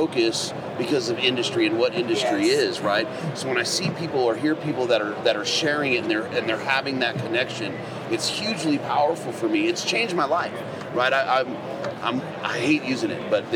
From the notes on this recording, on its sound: Continuing with the live recordings from Western Hunting and Conservation Expo in Salt Lake from the Initial Ascent booth!